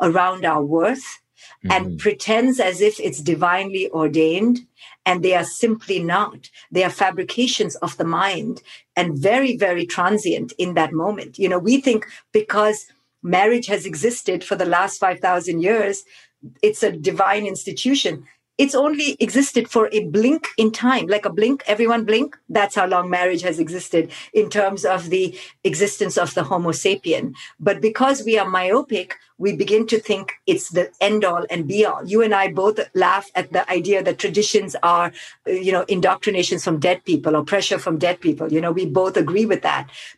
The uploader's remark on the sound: On this live call. Live bonus Q&A session.